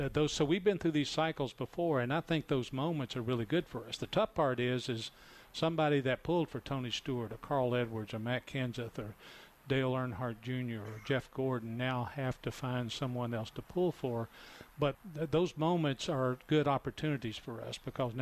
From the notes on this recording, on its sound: NASCAR Live from Daytona